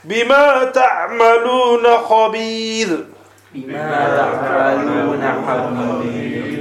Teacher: in all situations, in all conditions, the Ra would be read with an empty mouth